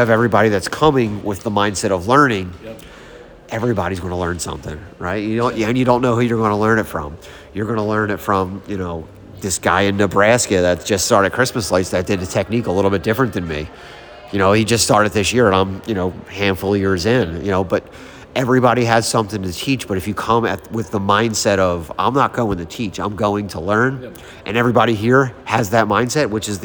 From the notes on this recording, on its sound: The Holidynamics Olympics is a 100% networking event, disguised as a weekend of games, drinks, eating, and overall FUN. Live from the event!